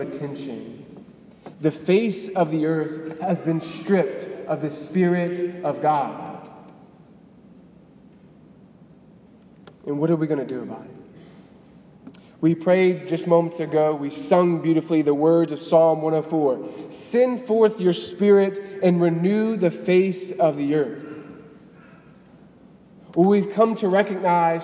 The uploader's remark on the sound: Delivered on May 20, 2018 at the Cathedral of the Nativity of the Blessed Virgin Mary in Biloxi, MS.